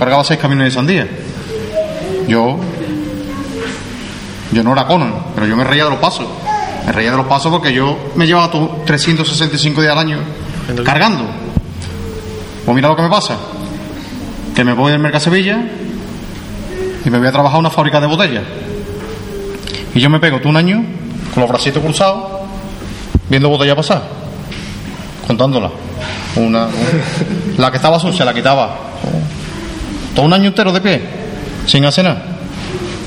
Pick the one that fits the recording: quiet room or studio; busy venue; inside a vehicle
busy venue